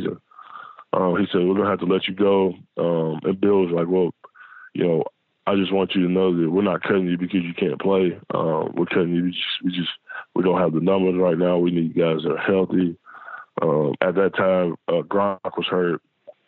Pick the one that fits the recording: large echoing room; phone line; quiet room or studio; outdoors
phone line